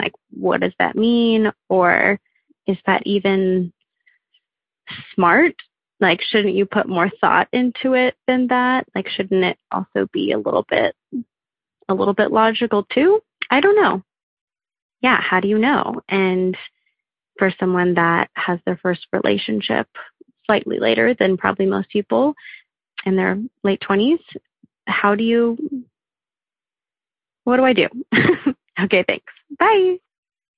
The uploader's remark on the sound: We received so many amazing voicemails on my hotline that we had to make this convo into two parts. BIG THANK YOU to everyone who called in!